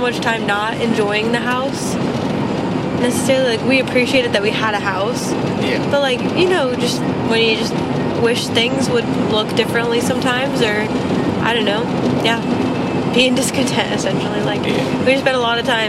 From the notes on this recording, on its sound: Car conversations. First off so sorry about the background noise!